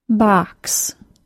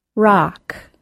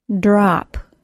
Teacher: The tip of your tongue should be low inside your mouth, and the jaw opens. In fact, the jaw opens more for this vowel sound than any other. Your lips should be round but relaxed during this sound. · Term: short O sound